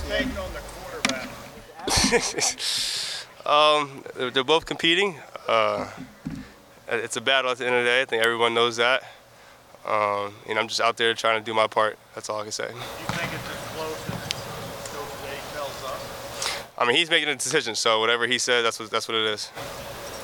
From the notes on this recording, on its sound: Throughout the year, the Land-Grant Podcast Network will be bringing you uncut audio primarily from Ohio State press conferences, but also from individual interview sessions. Unedited audio from Ohio State football media availabilities.